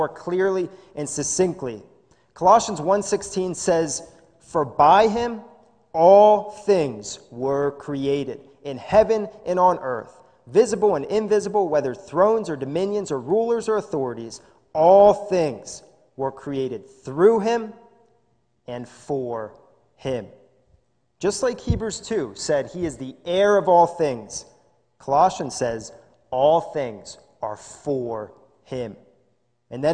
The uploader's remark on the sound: This is a sermon recorded live in the Lebanon Bible Fellowship Church in Lebanon, PA. During the morning service.